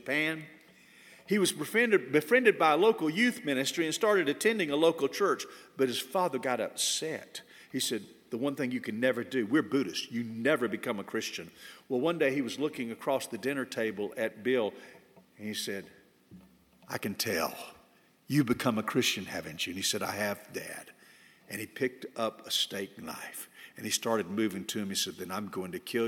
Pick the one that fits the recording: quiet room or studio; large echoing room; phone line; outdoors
large echoing room